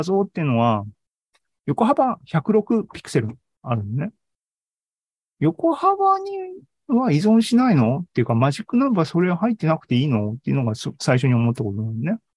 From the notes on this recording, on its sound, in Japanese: ２０２２年１２月２１日に開催した ZOOMライブの模様です